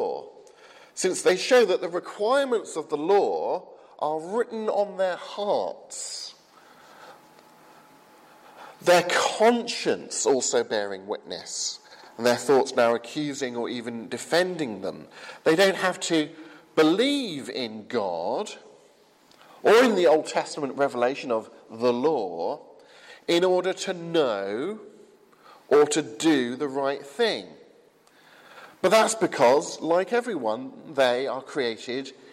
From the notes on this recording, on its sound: from the 8 am service at Highfield Church Southampton, 27th September 2015.